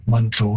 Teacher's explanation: And again, also Manitou, all three syllables are being placed in the English pronunciation, whereas in Cree it would be very common to sort of reduce that middle syllable right out of there, and Manitou, it sounds more like a two-syllable word.